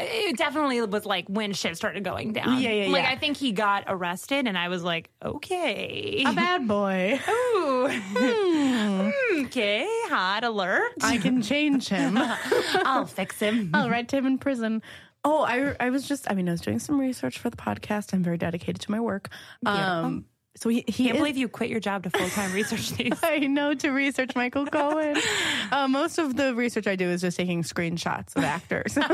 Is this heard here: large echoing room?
no